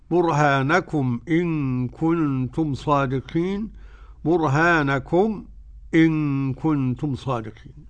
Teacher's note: ميم ساكنة وأتى بعدها همزة قرأها خلف عن حمزة بالسكت وعدم السكت أي التحقيق